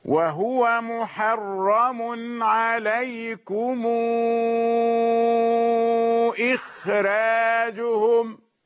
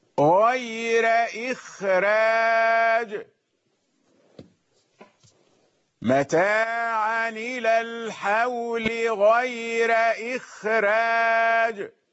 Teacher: راء رقيقة لأن الفاصل الخاء وهي مستثناة